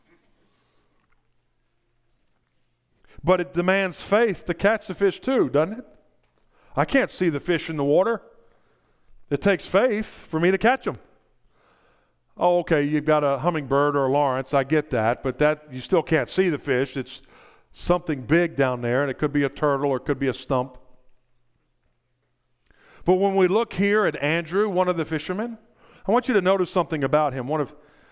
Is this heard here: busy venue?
no